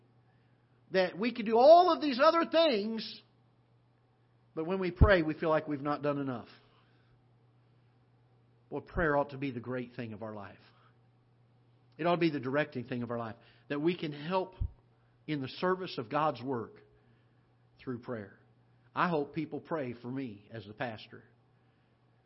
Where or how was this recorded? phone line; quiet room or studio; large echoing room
large echoing room